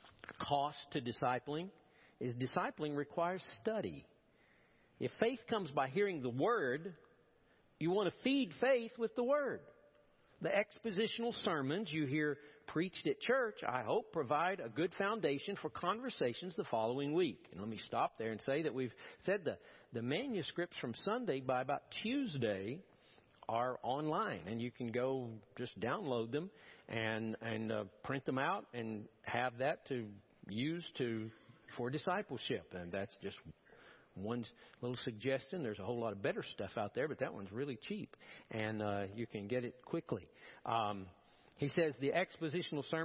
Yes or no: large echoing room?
yes